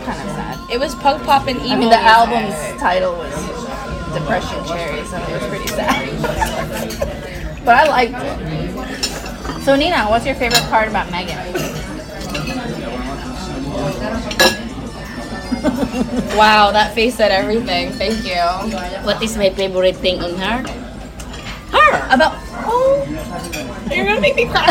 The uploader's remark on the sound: We took our moms to dinner on Saturday night (excuse the restaurant ambient noise!).